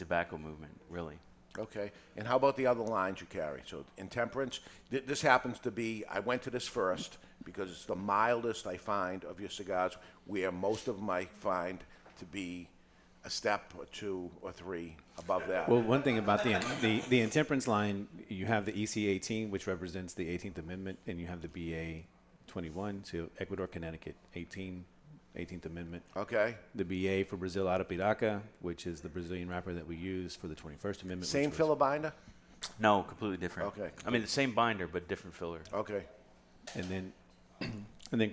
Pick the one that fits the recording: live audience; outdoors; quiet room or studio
live audience